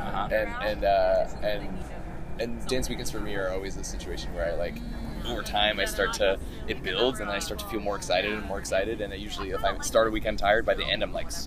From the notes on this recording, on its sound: We brought a mic around Cal Anderson Park across the street from Centruy Ballroom and talked to dancers in their down time.